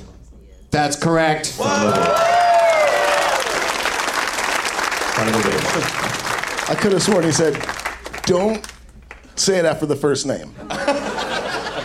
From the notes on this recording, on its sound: Live from The Punch Line in Sacramento